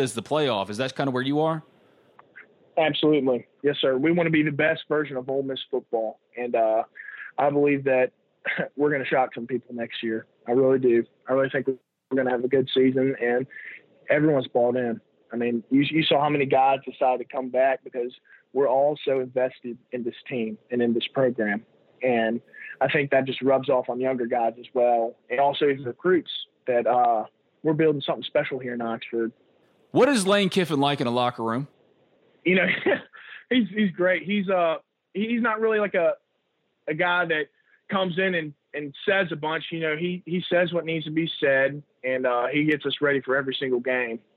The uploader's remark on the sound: on the Modern Woodmen phone line